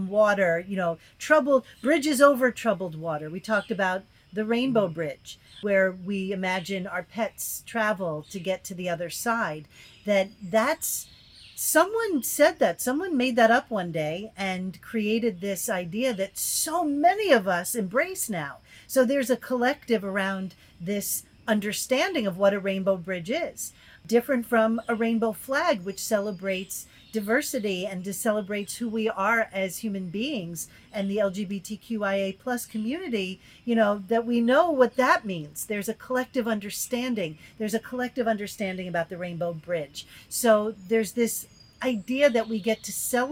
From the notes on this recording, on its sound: This episode is the first time since the end of Season 2 that the two hosts recorded from the same place. Backyard gazebo to a natural soundtrack of a variety of chirping birds.